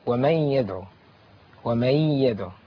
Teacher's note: النون الساكنة أتى بعدها حرف الياء، والياء من حروف الإدغام بغنة